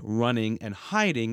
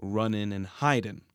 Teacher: the tendency of some speakers of modern English to drop the G from verbs ending in ing · Shown in: second take · This turns words like running and hiding into runnin' and hidin'.